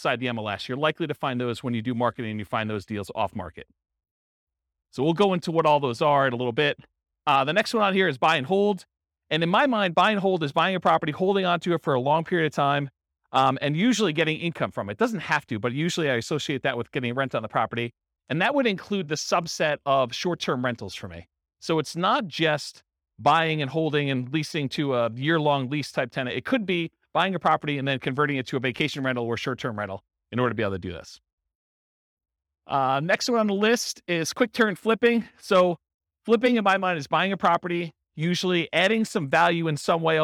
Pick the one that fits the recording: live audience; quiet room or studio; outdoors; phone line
live audience